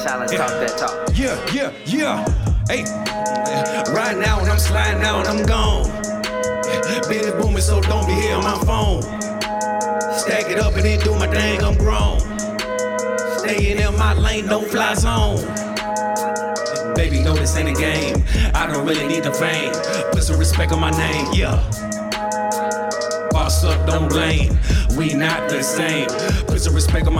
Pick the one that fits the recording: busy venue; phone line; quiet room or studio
busy venue